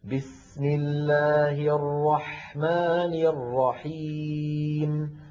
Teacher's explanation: الميم المتطرفة الأخيرة هذه عند الوقف تسكن، فهذه الميم الساكنة زمنها مساو لزمن اللام الأولى من لفظ الجلالة. بسم الحيم نفس الزمن، انتبهنا.